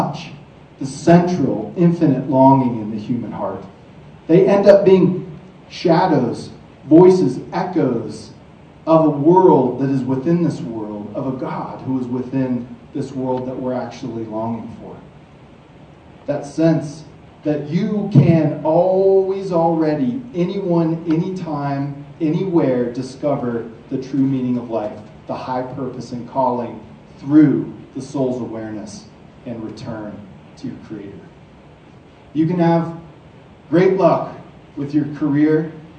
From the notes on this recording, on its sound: From the stage at Montana Tech.